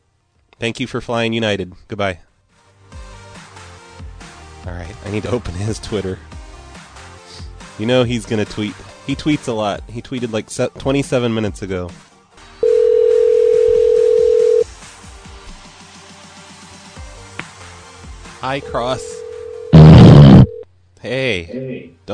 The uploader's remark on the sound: Personal Prank Phone Calls Collection.